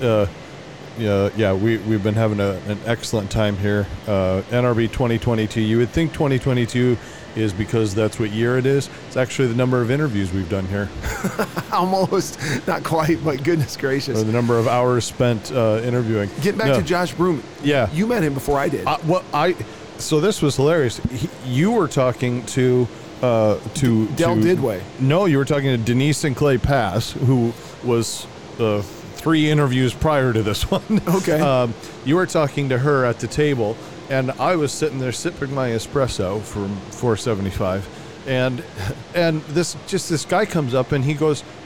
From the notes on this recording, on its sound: LIVE from NRB 2022!